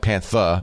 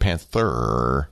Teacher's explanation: most other accents, you're dropping stuff like Pantha instead of Panther · Shown in: first take